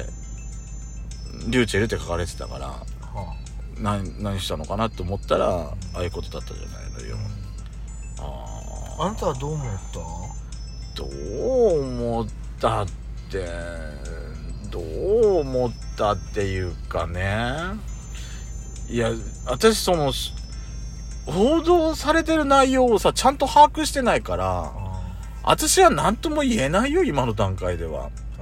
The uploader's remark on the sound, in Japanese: パーキング収録